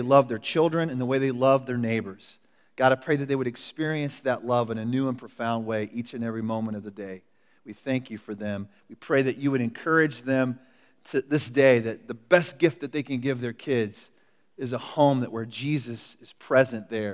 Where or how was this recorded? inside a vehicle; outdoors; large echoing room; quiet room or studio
large echoing room